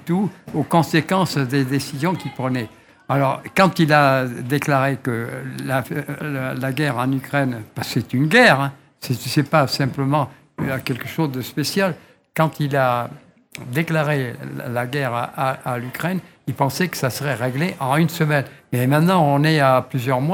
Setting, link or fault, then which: setting, busy venue